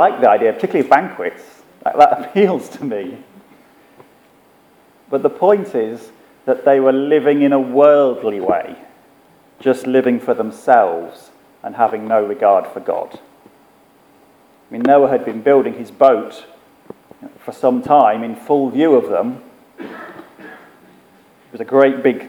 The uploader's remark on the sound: Our sermon from the 9am service